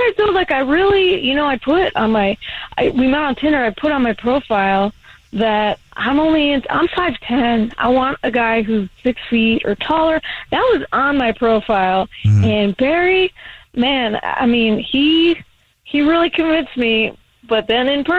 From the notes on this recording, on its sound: Phone Prank